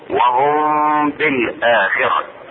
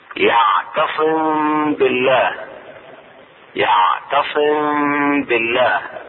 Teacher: إخفاء الميم الساكنة عند الباء